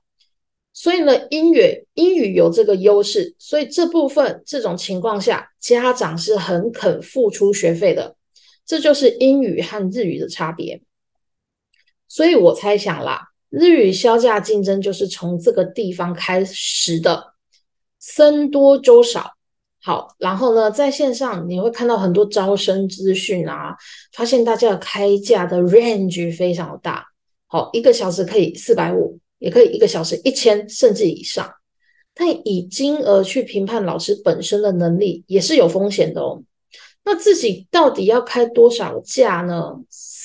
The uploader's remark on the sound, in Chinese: 地點：線上（zoom）